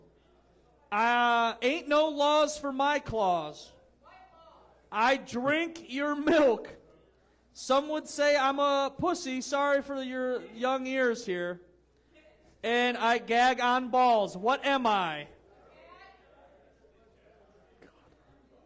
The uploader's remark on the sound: Halloween Party LIVE from Garage Bar!